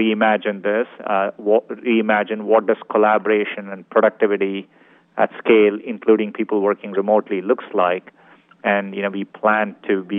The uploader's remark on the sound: Earnings Call. Earnings Conference Call.